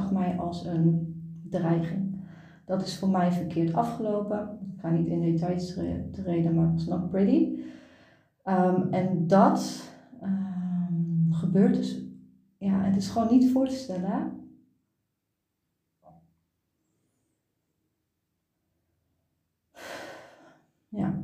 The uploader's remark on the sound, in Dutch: Deze aflevering heb ik opgenomen vanuit ontspanning in bad